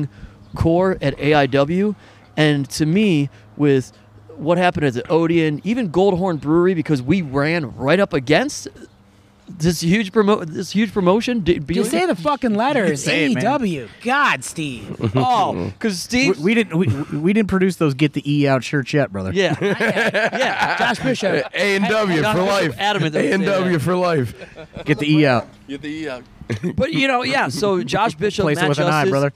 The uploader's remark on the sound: This week is a round table of sorts as we are joined by several members of the AIW roster as they drink some beers and record at the AIW Memorial Day cookout.